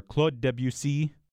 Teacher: It's a very light stress. So there is a minor stress on the last syllable.